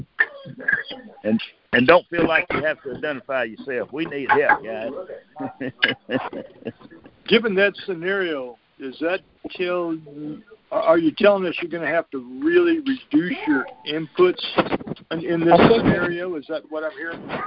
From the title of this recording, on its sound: Monthly Conference Call